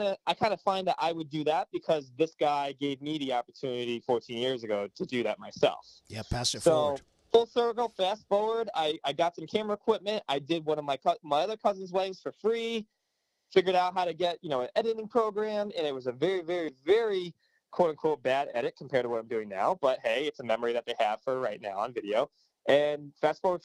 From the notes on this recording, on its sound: Via phone from the offices of MV Film Productions in Southington, CT.